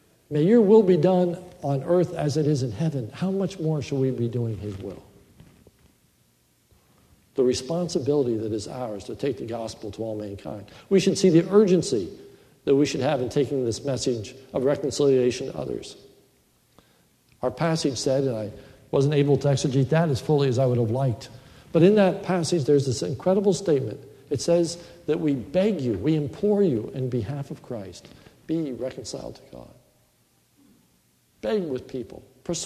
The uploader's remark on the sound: This is a sermon recorded at Lebanon Bible Fellowship Church in Lebanon , PA on 12/06/2015 during the morning service